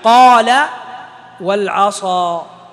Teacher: تفخيم القاف أقل درجة من تفخيم الصاد، لأنه يقول فخم القاف، لأنه قال وحرف الاستعلاء فخم، واخصص الصاد مثل قال العصا، لأنها من حروف الإطباق.